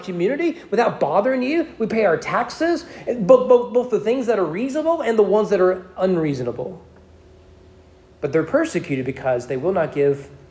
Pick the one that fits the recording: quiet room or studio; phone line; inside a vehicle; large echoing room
large echoing room